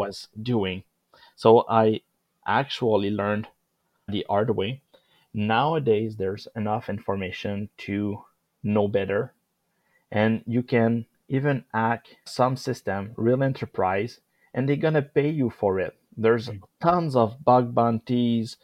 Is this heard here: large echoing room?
no